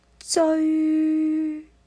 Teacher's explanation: 粤语应该是追，结束音停留在吁上面